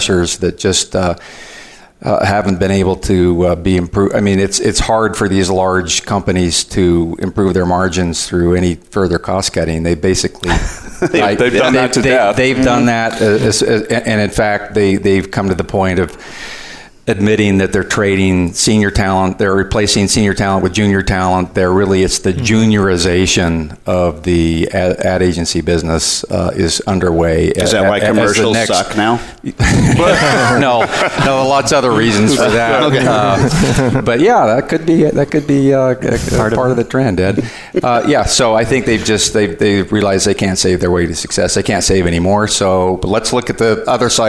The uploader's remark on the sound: Live from the VeraSage Symposium. This episode is a live broadcast from the Symposium and will feature Guest conversations from other VeraSage Fellows.